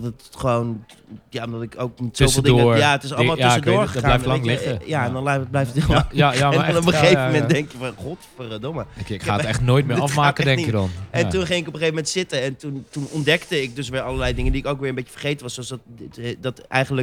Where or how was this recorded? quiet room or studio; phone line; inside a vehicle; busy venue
busy venue